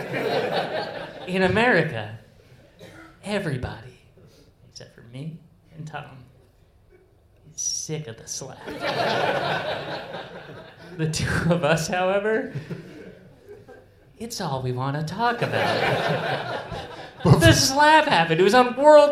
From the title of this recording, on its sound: Live in London